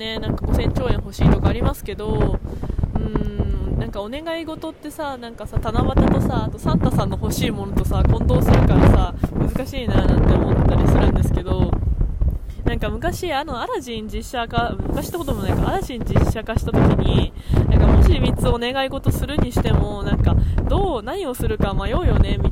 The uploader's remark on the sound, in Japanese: From Radiotalk。友達を待ちながら外で収録したので風の音がうるさいです…すみません。